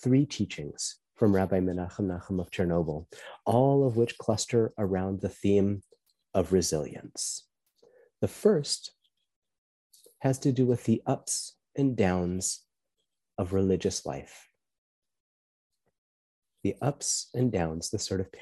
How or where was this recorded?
video call